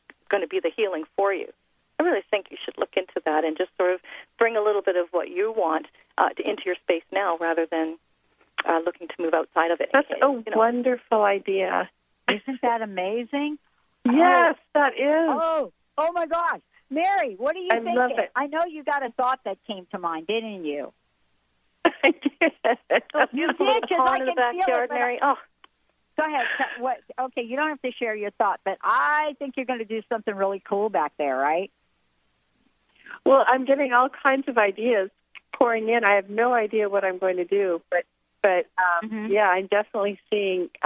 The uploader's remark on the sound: A total call-in show.